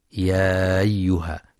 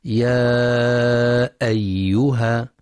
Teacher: ينتبه القارئ للمد المنفصل، يمد بمقدار أربع أو خمس حركات في رواية حفص من طريق الشاطبية، كذلك ينتبه لتحقيق همزة أيها · Shown in: second take · فلا يقرأ يا أيها بإسقاط الهمزة، وإنما يا أيها بتحقيقها.